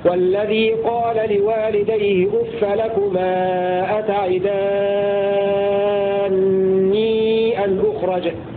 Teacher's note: بإدغام النون الأولى في الثانية مع المد المشبع لأنه يصير مدا لازما كلميا مثقلا